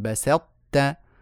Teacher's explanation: فالسين لا تتأثر بالطاء